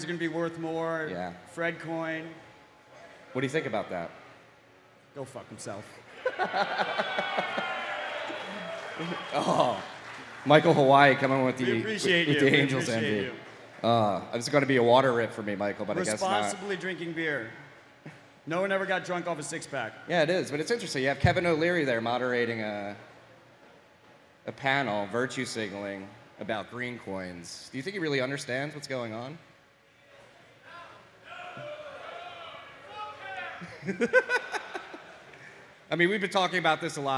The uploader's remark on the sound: LIVE IN MIAMI